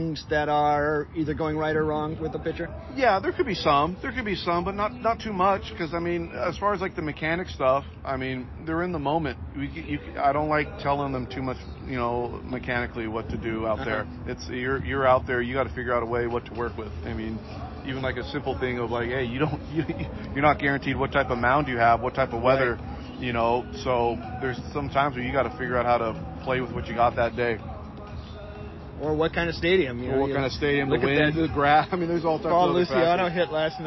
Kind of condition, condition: setting, busy venue